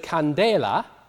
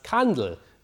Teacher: the stress moves from the second syllable to the first syllable